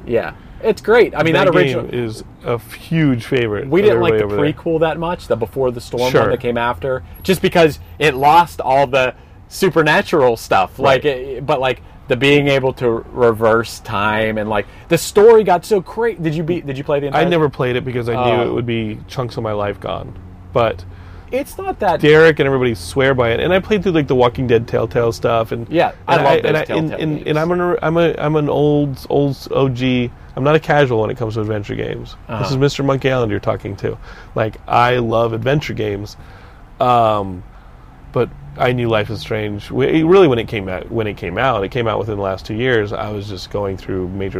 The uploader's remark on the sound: Hanging In The Van